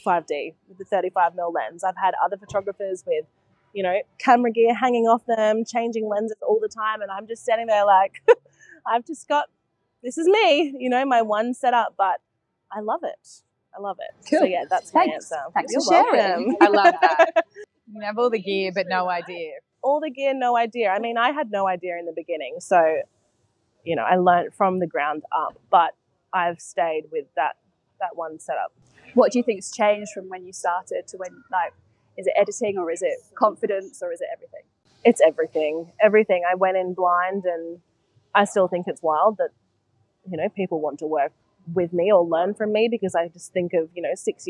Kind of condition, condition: setting, busy venue